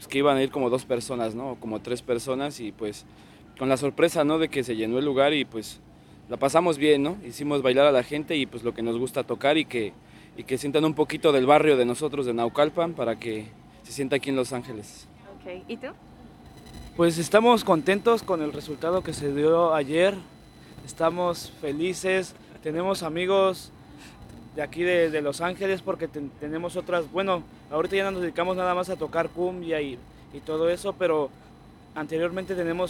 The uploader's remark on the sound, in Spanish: Recorded live right before they hit the stage at the Levitt Pavilion in MacArthur Park. Grabado en vivo antes de su concierto en el escenario de Levitt Pavilion en Mac Arthur.